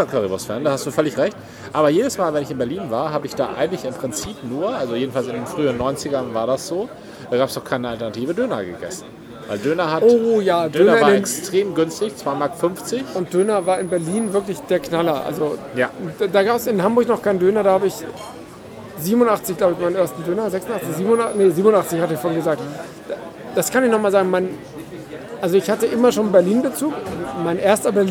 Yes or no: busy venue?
yes